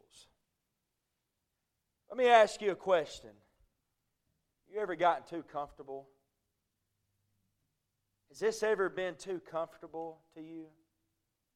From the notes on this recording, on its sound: A message preached at Crossroads Baptist Church